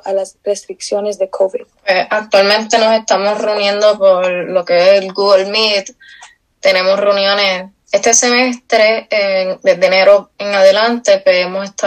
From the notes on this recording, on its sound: Held a Zoom call with a Sea Scout Ship in Puerto Rico. This entire interview is in Spanish.